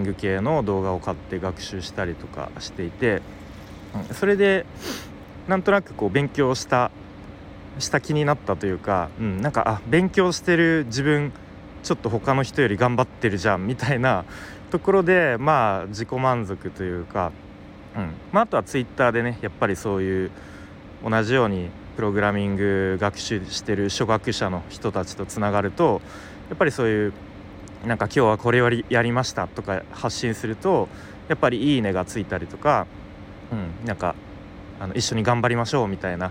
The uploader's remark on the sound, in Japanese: 外で収録したので音が悪いかもしれません